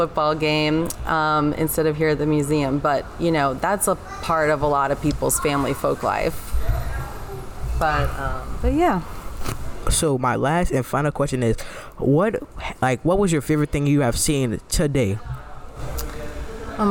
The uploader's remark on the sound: Then, we went to the Louisiana Children's Museum and recorded with families about their traditions.